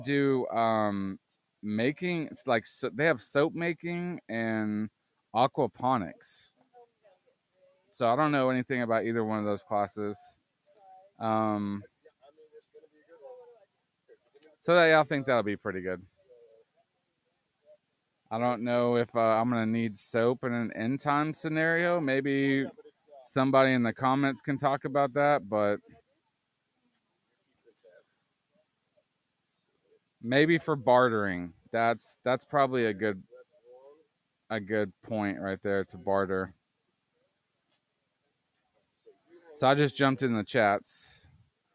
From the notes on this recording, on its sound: (LIVE) Prepper Camp 2022. Live from prepper camp 2022.